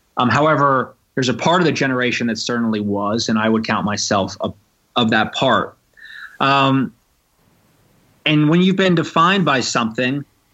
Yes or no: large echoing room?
no